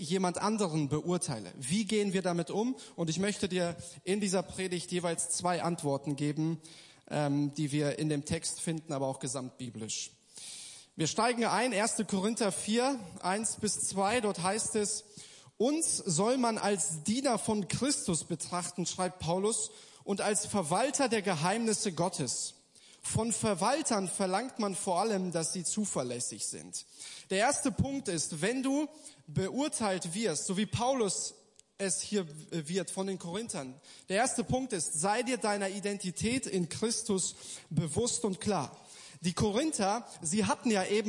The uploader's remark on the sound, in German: Gottesdienst der Kirche für Bonn.